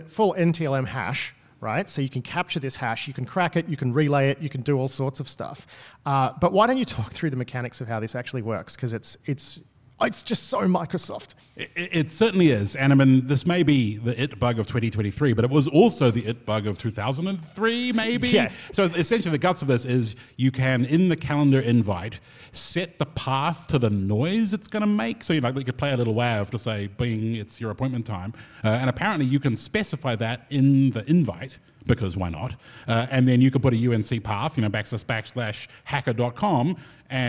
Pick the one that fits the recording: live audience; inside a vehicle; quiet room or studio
live audience